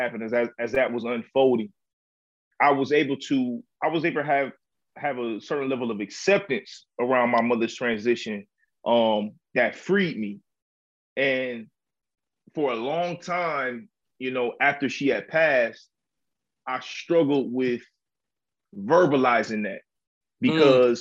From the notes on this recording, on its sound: we met virtually